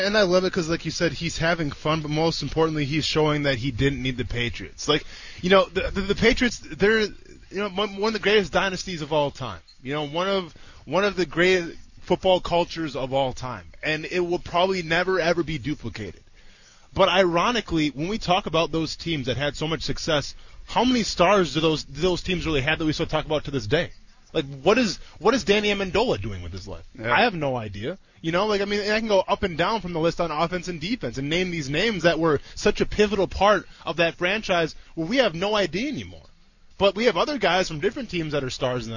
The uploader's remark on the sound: live from the Jumbo Shrimp game